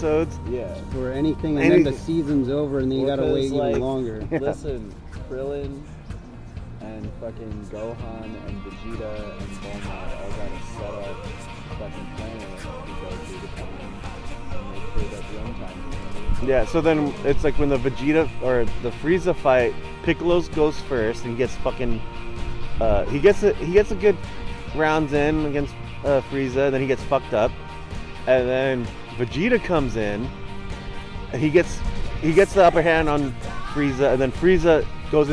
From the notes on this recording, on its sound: audio is iffy cuz we recorded this at the park.